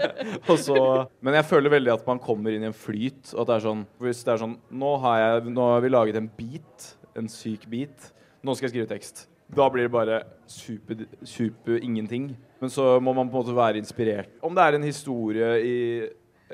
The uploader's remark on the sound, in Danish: Live på Novafest